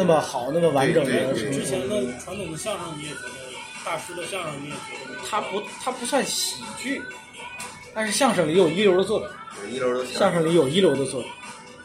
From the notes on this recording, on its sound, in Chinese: 先是在饭桌上聊起我这个想法来，继而就忽然觉得“不如就现在试试吧！”。多年来一直随身携带录音设备的我偏偏那天忘带了录音机，于是就把一部手机摆在了饭桌上，后来发现竟然也还能听清。那天我们一直吃到饭馆关门，大家在音频里还能听到店伙计催促我们离开的声音。与棚内录制的谈话节目相比，确实有点不一样的现场感。